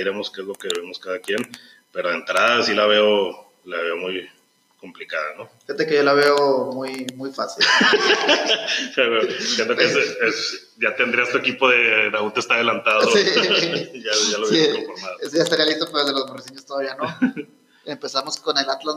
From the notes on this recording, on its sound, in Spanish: El audio no mejoró mucho, pero ya nos decidimos a abandonar a Steren por algo de mejor calidad.